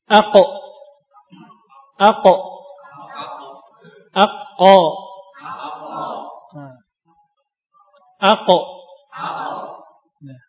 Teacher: Lidah yang paling belakang. Jadi lidah yang paling belakang dengan langit-langit. Bukan di tenggorokannya. · Term: makhrajnya huruf qaf